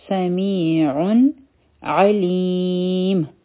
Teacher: نو دلته کې به مونږه اظهار کوو یعنی د دې نون آواز به مونږ ظاهرو